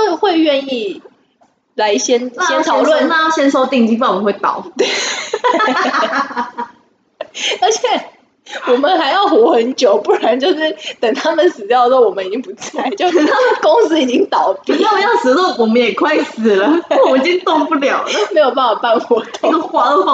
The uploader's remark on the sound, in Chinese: 啊不知道是因為太久沒見面錄音所以設定有問題，還是一些冥冥中的因素(?)，錄完要剪的時候才發現音質超爆差。